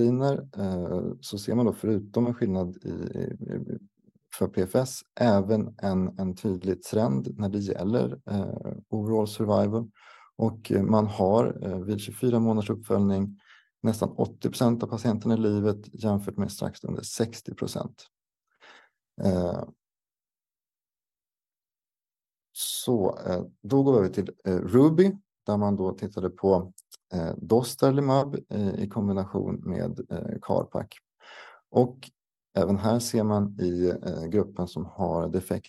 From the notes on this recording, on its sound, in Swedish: Ljudinspelningen från SOF:s webbinarium.